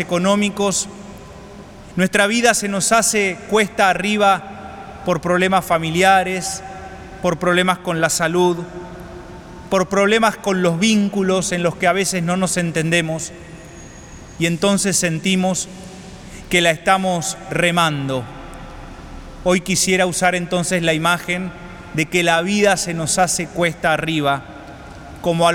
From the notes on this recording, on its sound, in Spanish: Santa Misa celebrada en la capilla de Nuestra Señora de los Dolores en la catedral metropolitana de Buenos Aires, Argentina.